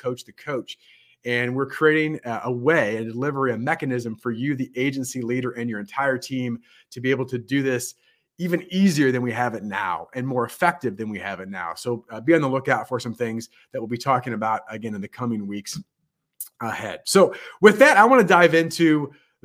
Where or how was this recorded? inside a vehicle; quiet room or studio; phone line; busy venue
quiet room or studio